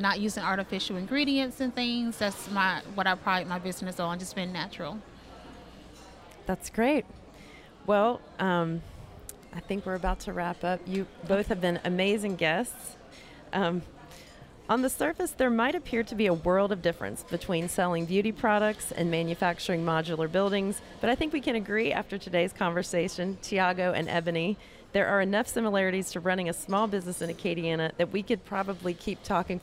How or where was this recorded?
busy venue